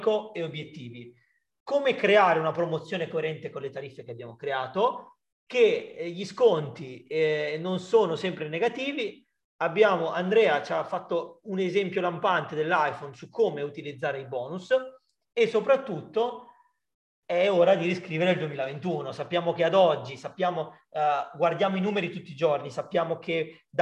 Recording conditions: video call